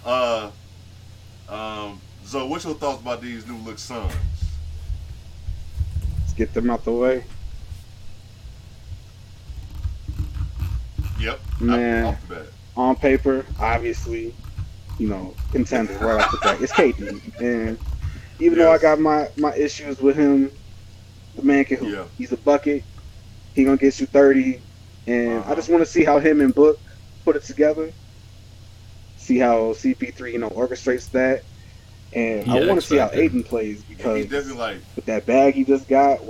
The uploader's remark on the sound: SOME AUDIO ISSUES